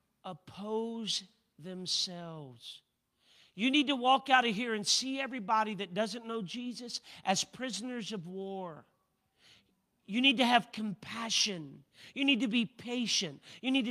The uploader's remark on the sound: A service recording from Connect Point UPC.